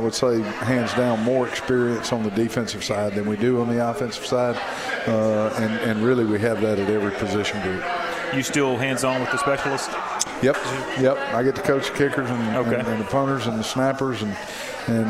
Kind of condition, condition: setting, busy venue